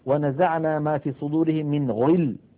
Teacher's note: كذلك الغين نقول غا، غو، غي، مثلا من غل، ولا نقول من غل، ولو سمعناها من بعض الإخوان المبتدئين ننبه، نقول لا تقل ونزعنا ما في صدورهم من غل، هذا مبالغة في تفخيم الغين المكسورة